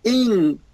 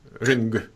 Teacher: And there's no release of the K. · Shown in: second take · Term: NG ending